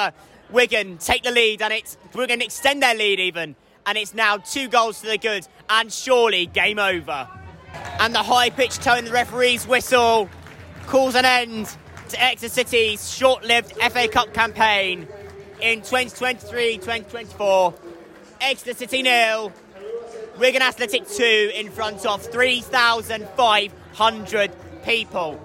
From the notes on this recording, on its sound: Live commentary. XpressionFM Sport commentary.